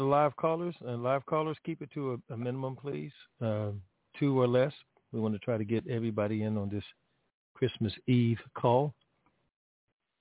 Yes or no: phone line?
yes